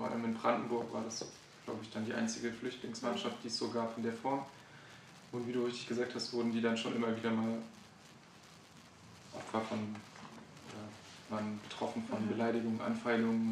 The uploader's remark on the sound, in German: Wir entschuldigen uns für die etwas schlechte Tonqualität